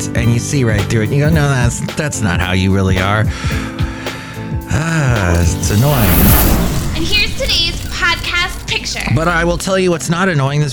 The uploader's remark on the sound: podcasts live from Cafe Anyway